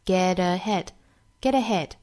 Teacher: 这个 t 呢有一个轻轻的浊音哈